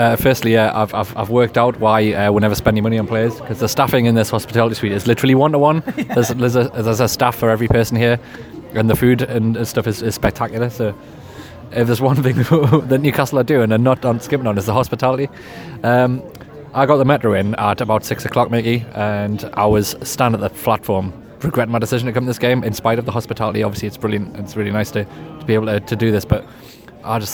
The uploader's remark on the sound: Were at the match and recorded a match-day podcast. Here it is for all to hear straight from SJP.